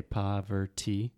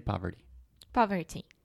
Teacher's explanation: when you start speaking faster, that T will get softer and softer · Shown in: second take